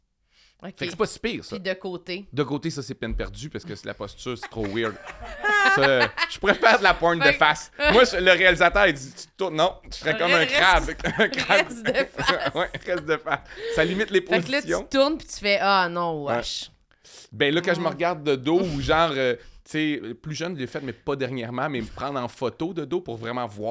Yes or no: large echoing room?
no